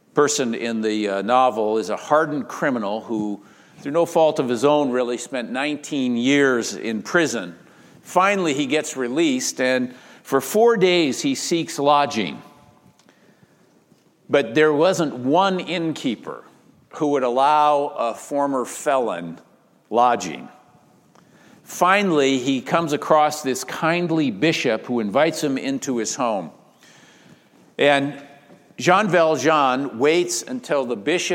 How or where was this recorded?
large echoing room